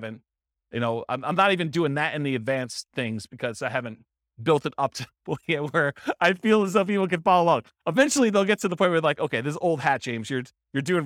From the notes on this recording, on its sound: This was a live class recorded